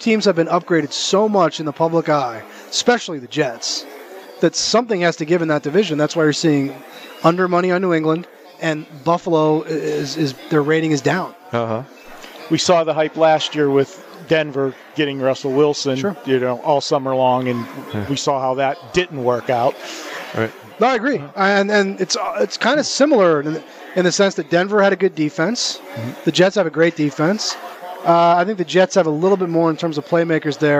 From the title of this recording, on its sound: Live from the Super Book at the Westgate Las Vegas